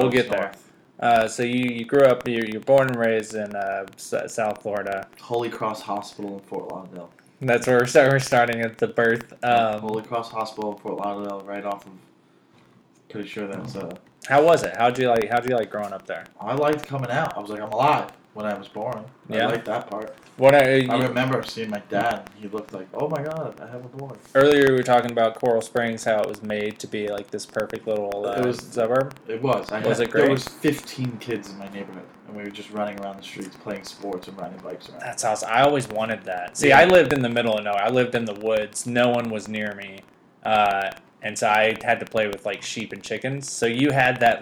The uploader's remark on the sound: screws up the audio setup in the episode to where it sounds absolutely terrible!